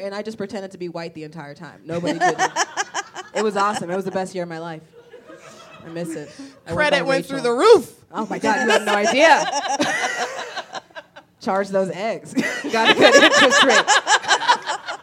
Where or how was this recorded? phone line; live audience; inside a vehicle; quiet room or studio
live audience